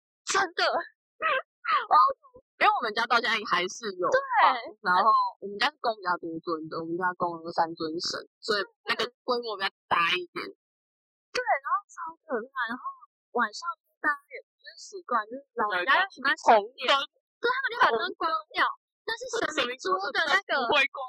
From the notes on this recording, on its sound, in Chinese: 因為在室外錄音，聲音有點爆，建議開小聲一點